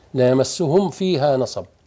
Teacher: الميم من الشفتين والفاء من بطن الشفة، قريبين · Term: إظهار